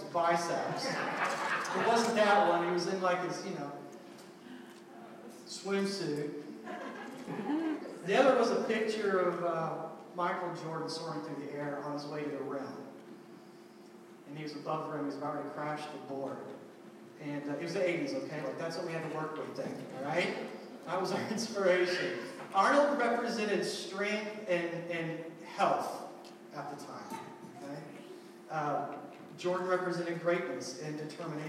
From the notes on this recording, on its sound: We apologize for the sound quality. First time in this new building and we experienced some technical difficulties.